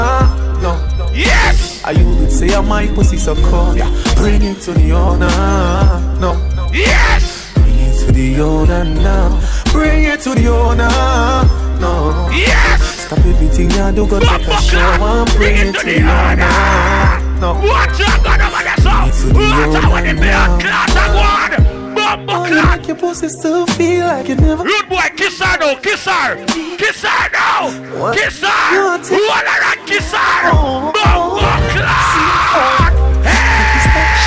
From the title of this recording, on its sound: LIVE AT ISLAND SATURDAYS ON FEB 16TH